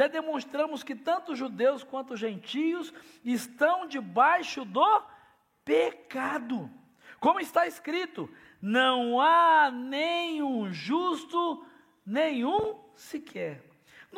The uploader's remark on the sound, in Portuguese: Celebração ao vivo